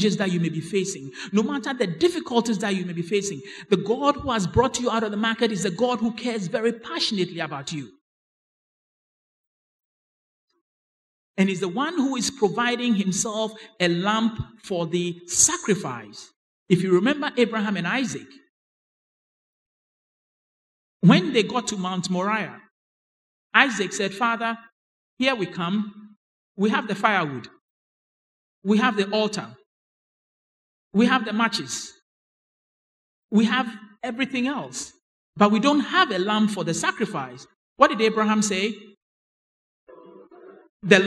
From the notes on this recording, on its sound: Sermon preached at CBC Adabraka Campus